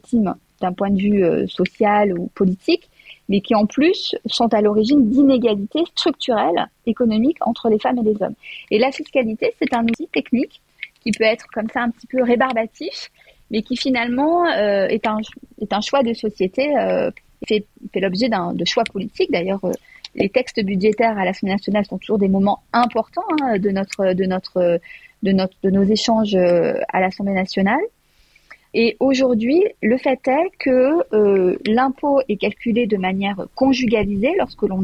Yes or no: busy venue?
no